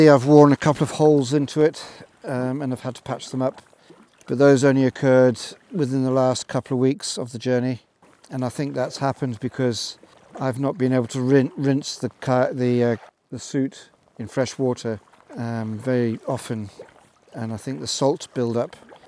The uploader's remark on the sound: This episode was recorded live in my kayak on my penultimate day of my year long solo sea kayaking adventure around Scotland.